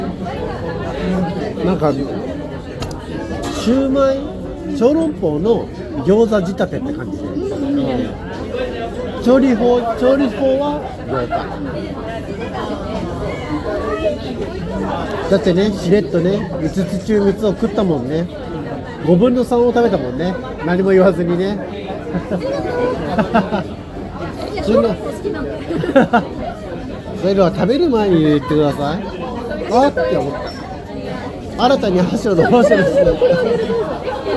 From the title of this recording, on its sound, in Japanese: ノイズ注意